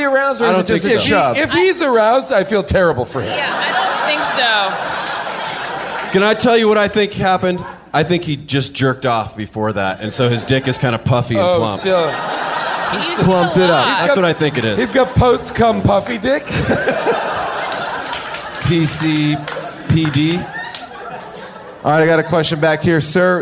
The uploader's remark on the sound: Perfect: LIVE! LIVE from Largo in Los Angeles.